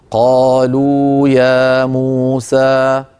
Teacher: مد طبيعي بمقدار حركتين، اسمه المد الأصلي · Term: المد الطبيعي